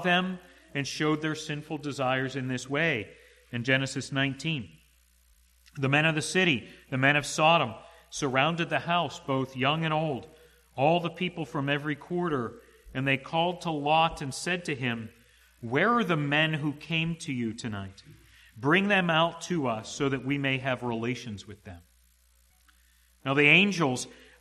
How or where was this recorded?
large echoing room